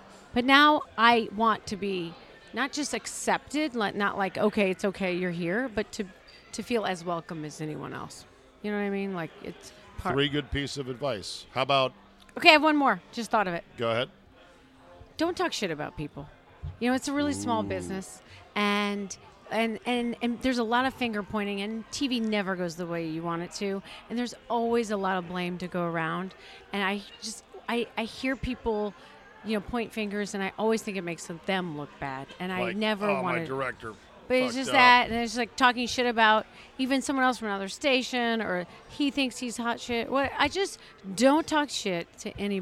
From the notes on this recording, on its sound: Recorded at DC Prime Steakhouse in Ashburn, VA.